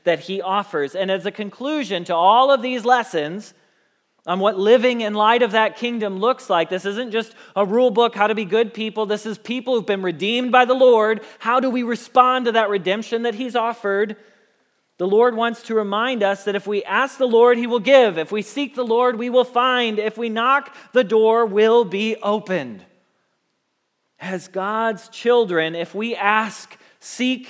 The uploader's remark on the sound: Message Preached at Valley Creek Church